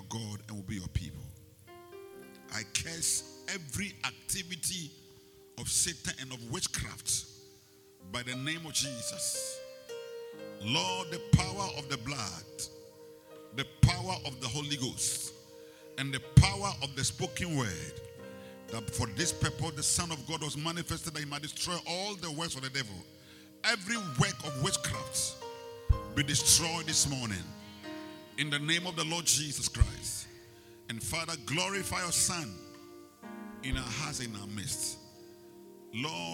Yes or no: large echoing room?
yes